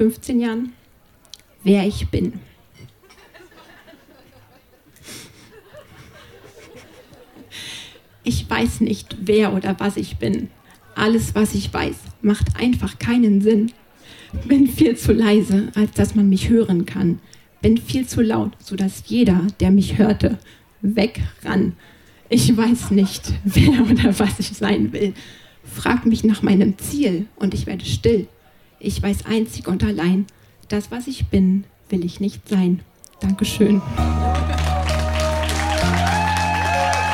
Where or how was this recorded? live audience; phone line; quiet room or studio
live audience